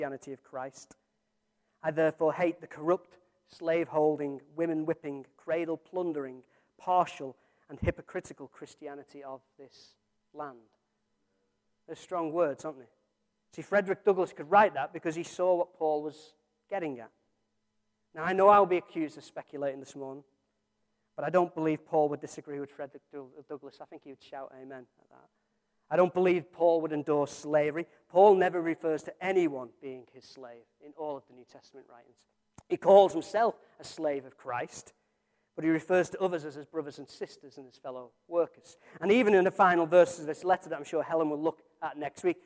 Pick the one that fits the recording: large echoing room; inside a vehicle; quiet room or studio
large echoing room